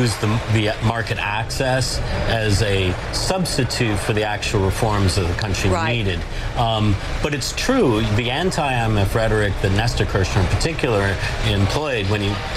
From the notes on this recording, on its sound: live from the New York Stock Exchange